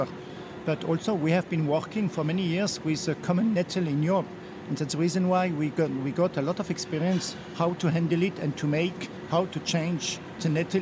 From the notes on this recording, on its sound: on location at Premiere Vision 2016 in New York